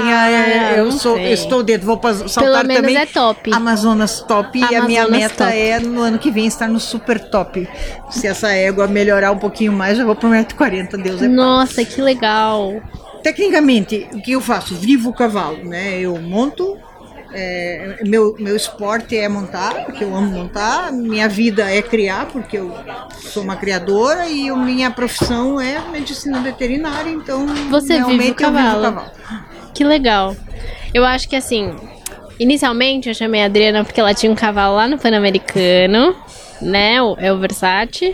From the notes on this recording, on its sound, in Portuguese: Trazemos mais um episódio gravado durante o XVIII festival nacional do cavalo brasileiro de hipismo.